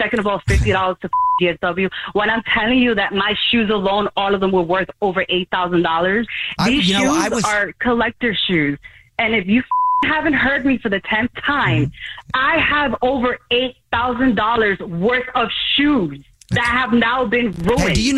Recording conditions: phone line